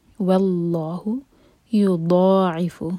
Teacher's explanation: واللہ یضاعف، اس کو دا نہیں پڑھنا، زبان کی ٹپ سے دال نکلتا ہے، یہ ہے ضاد. زبان کے سائڈ سے پڑھیں گے ہم، سائڈ کے دانتوں میں کس کے ٹچ کریں گے